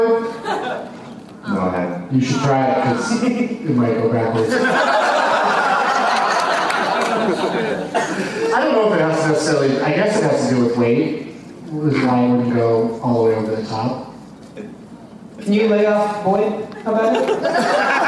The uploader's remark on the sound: against audience members at two shows at the Funny Bone in Toledo, OH